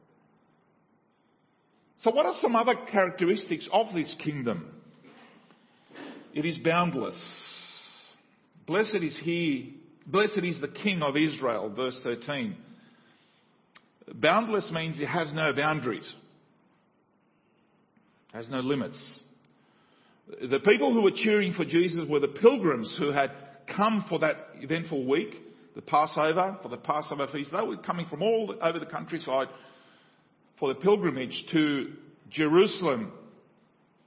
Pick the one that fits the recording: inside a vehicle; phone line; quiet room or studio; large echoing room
large echoing room